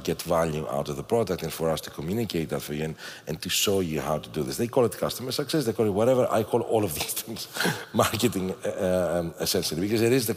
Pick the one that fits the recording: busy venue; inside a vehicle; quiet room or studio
busy venue